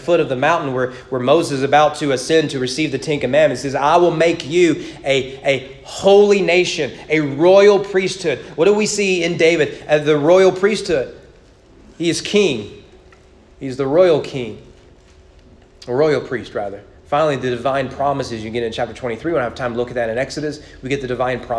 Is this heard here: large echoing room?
yes